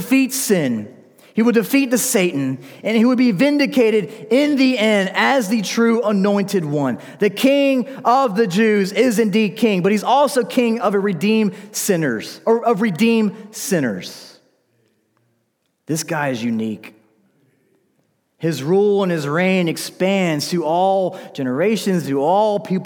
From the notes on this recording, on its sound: This message was delivered during the Sunday evening gathered worship service in December 2019 at Covenant Baptist Church, Valdosta, Georgia.